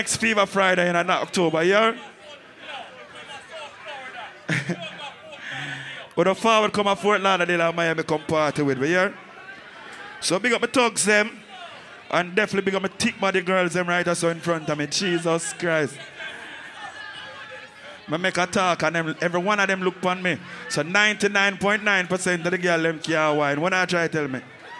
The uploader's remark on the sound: Fever Fridays - Port St. Lucie, FL 9/2/22 (LIVE AUDIO)